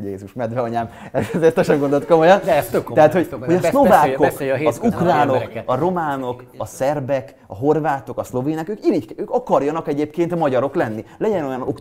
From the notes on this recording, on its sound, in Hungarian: Amelyet ezúttal is közönség előtt szerveztünk meg a ChampionWineban.